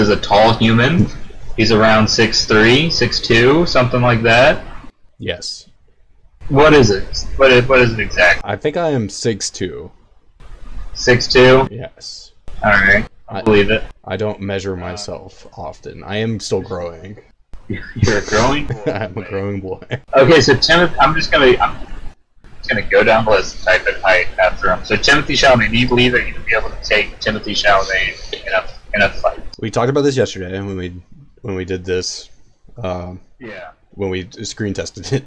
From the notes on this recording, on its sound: Sorry for the audio issues